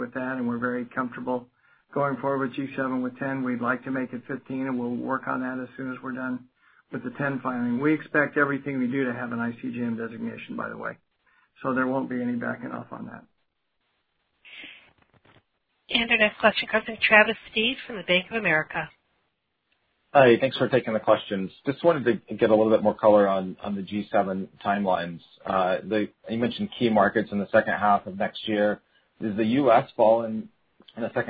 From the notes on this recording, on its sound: Q3 2020 Earnings Conference Call.